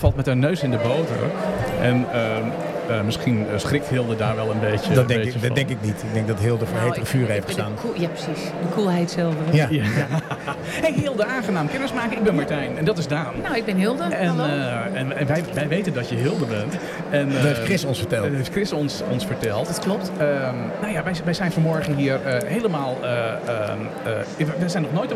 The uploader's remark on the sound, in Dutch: live vanuit de bruisende ambiance van de 50PlusBeurs in de Utrechtse Jaarbeurs